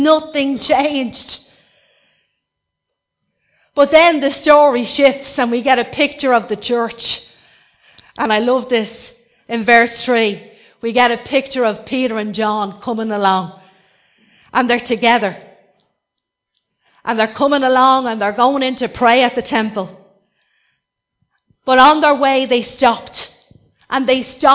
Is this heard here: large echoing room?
yes